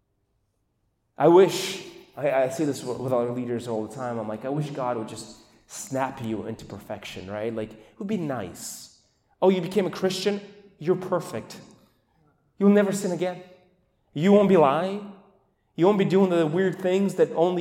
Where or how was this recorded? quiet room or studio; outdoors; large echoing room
large echoing room